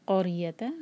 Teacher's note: را کو ہیوی پڑھیں گے کیونکہ را ساکن سے پہلے جو لیٹر ہے اس پر ہے فتحہ